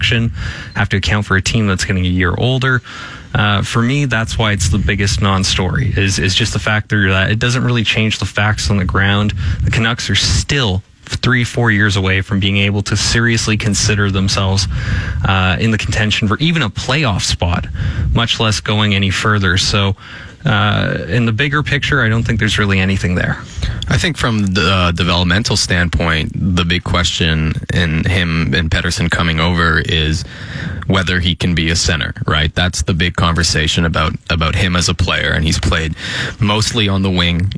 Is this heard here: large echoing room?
no